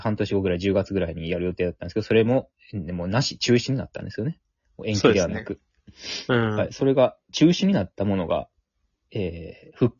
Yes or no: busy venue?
no